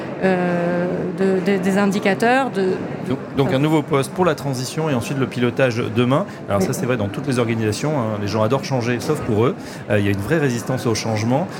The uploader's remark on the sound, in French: En direct du 83e congrès USH à Nantes.